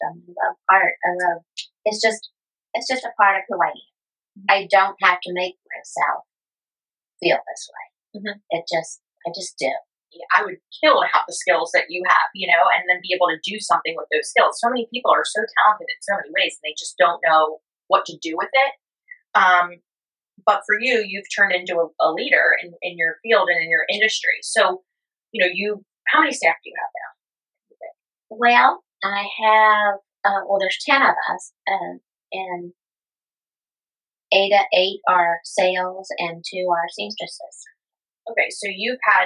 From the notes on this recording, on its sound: Podcast Audio Disclaimer: Due to the circumstances of this recording, which took place live and in person, there might be occasional imperfections or variations in sound.